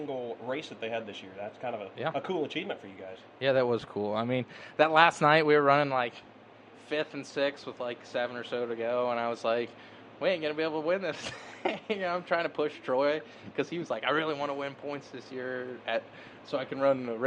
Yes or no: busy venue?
yes